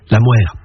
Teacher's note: la consonne initiale se labialise, on avance les lèvres, la mère.